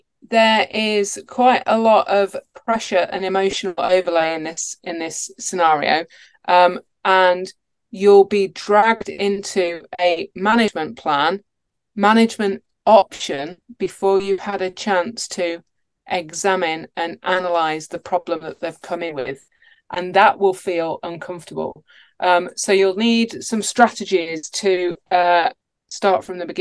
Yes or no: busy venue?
no